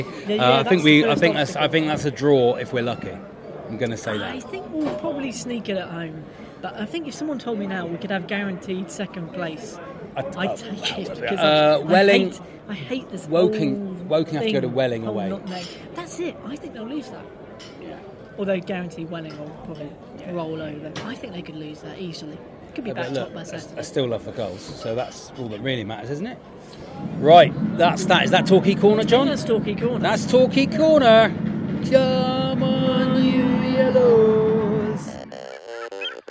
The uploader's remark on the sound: This week is live from the Cheltenham Races. Featuring live racing.